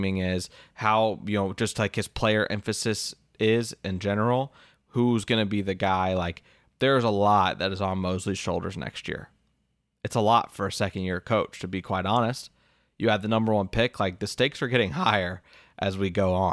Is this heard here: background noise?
no